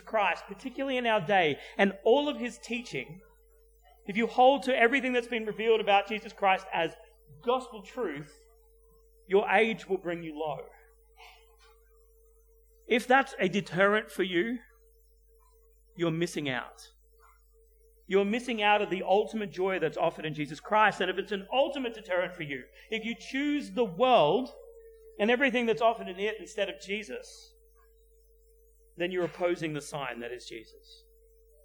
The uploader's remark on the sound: at Clarence Valley Community Church, South Grafton